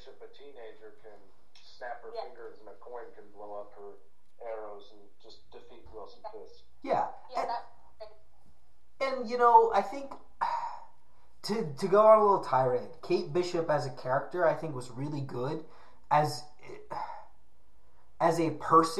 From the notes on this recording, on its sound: Sorry for the dive in audio quality I was trying a new system and it didn't work out too well.